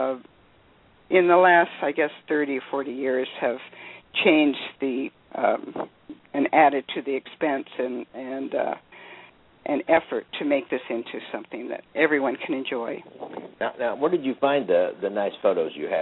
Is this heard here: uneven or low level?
no